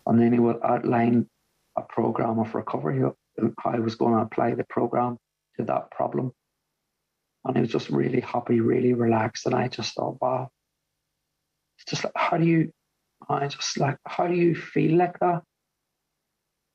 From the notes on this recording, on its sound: At the The Magical Mystery Tour meeting in January of 2022. Zoom.